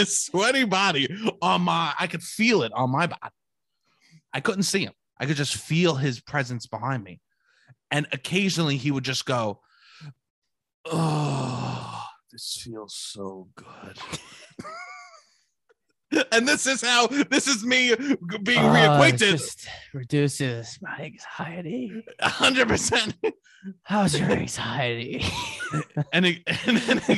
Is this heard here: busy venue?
no